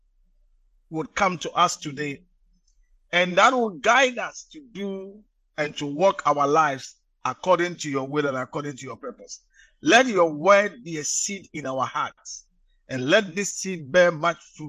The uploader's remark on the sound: message preached at the Living Waters Cathedral